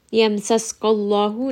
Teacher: name of Allah here is going to be heavy because the letter before has fatha.